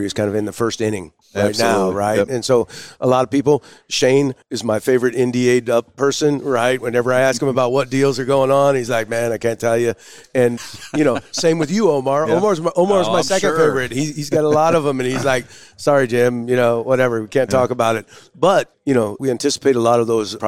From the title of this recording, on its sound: Live from the Oilfield Electrification Technology Conference